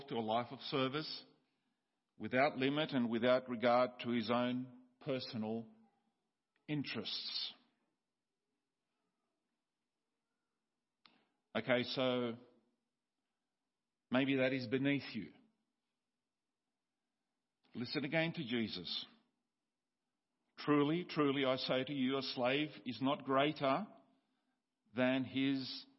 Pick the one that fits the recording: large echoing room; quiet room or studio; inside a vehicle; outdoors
large echoing room